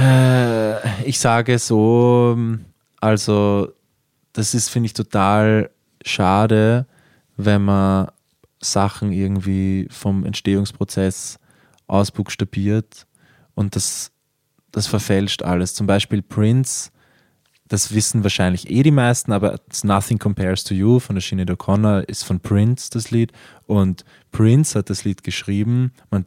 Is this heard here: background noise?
no